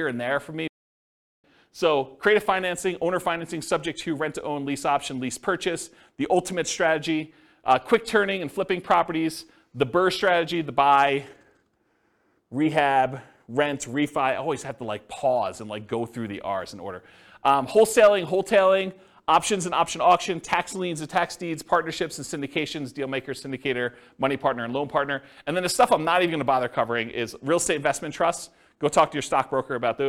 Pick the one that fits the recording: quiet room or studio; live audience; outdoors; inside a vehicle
live audience